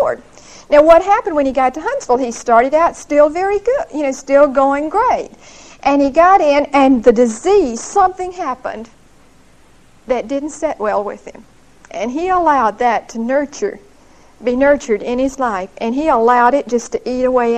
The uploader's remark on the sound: Recorded 11/11/1975 at Whitesburg Baptist Church.